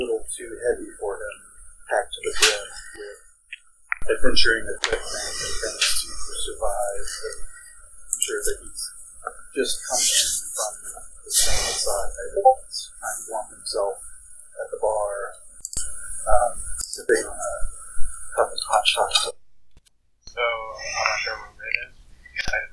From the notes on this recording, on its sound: The audio in the premiere episode is bad quality